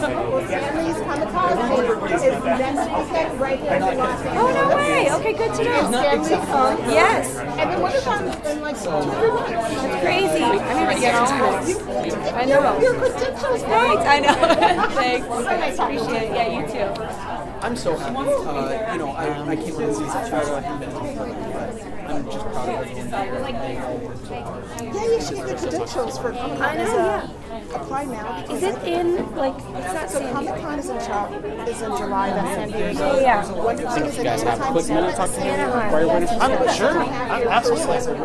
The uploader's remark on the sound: Live from the purple carpet at the Paley Center for Media in Beverly Hills, CA